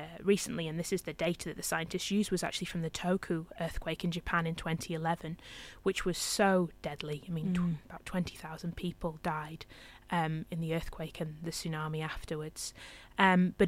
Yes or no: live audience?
no